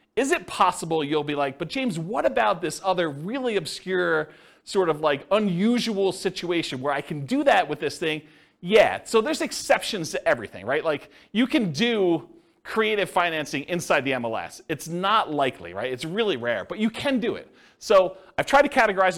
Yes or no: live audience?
yes